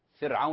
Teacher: حروف ترقيق في مثل قوله في كلمة فرعون، فرعون لا تفخم الراء